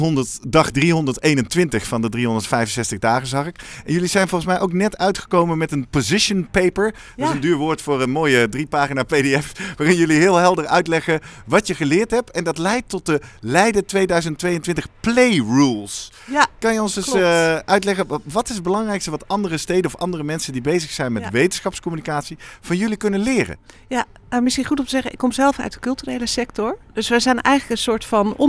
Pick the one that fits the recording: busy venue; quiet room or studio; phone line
busy venue